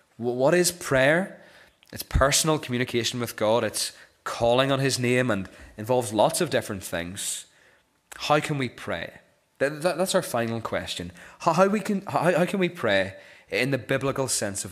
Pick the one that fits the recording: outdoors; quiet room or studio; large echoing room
large echoing room